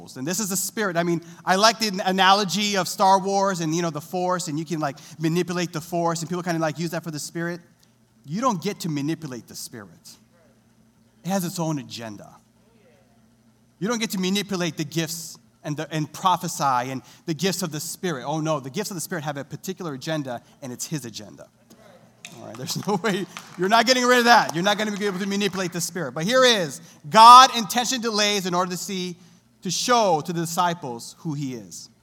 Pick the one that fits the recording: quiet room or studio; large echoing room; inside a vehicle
large echoing room